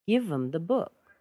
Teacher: Him becomes removing the H, taking the I to a schwa